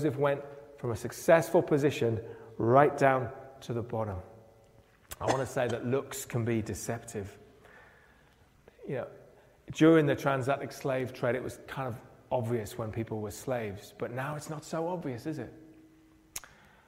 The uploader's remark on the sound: preached at Pembury Baptist Church on 1st October 2023.